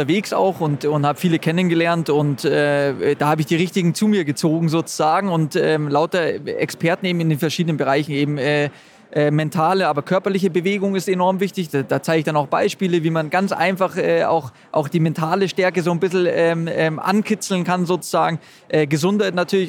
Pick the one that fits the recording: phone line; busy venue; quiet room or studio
busy venue